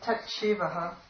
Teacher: if you say tat shivaha, you get a kind of a ch sound there